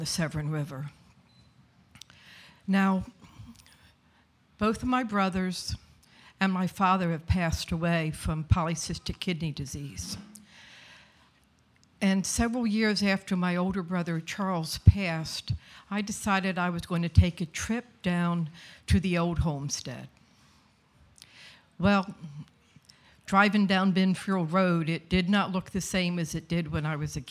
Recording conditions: live audience